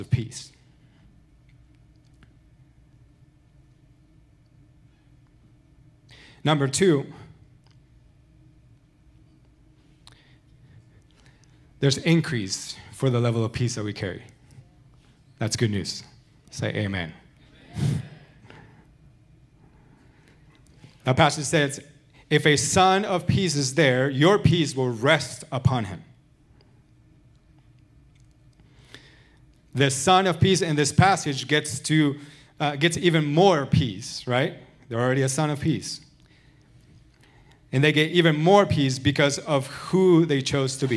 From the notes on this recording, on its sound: Recorded Sunday evening service at Reunion Hawaii